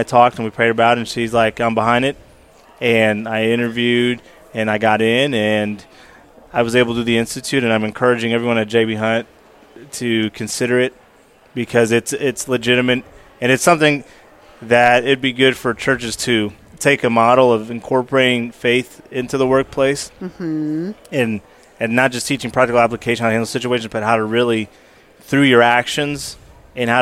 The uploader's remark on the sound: As we continued our highlighting at this year’s Workmatters Conference in Rogers (AR), we were able to snag an interview from an insider – a volunteer working tirelessly at this sprawling event.